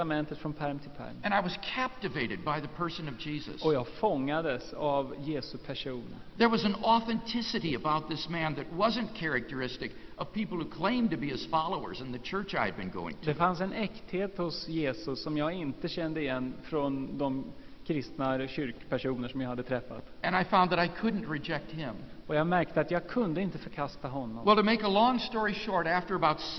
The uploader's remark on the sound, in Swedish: Inspelad i Saronkyrkan, Göteborg 1999-03-14.